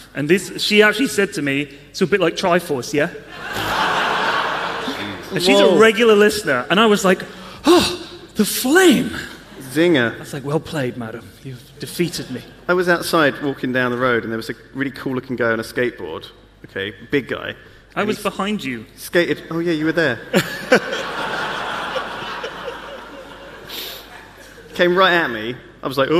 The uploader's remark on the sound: Live from YogCon